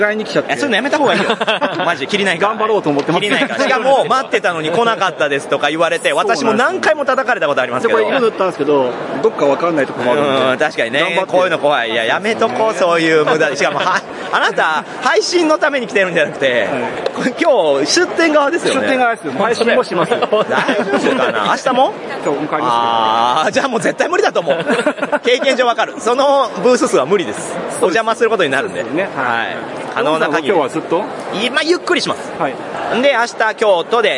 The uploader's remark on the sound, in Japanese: ゲームマーケット2023秋！会場インタビュースペシャル。今回は毎度のゲムマ会場収録より少なめの20音源。会場収録のため、騒音雑音が激しく入っております。